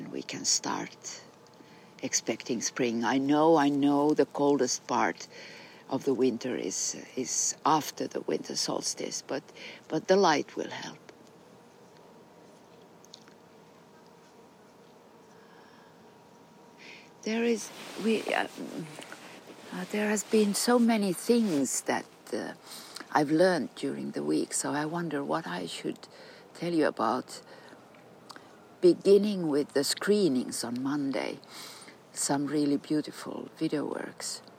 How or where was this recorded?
outdoors